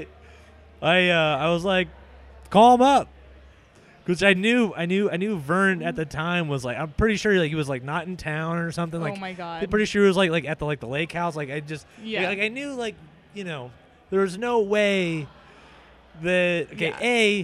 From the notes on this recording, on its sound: We recorded in the brewery while drinking Seapine's doppelbock, Monk's Meal.